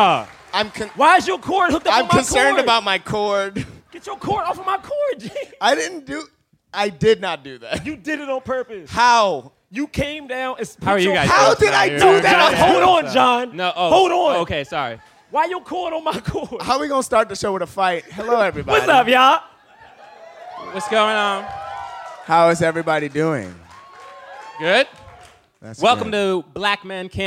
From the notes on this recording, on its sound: A special episode of the podcast recorded live in Austin.